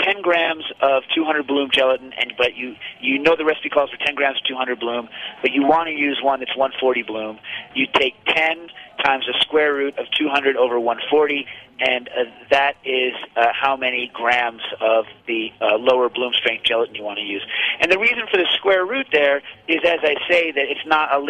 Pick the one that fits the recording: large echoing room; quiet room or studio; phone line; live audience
phone line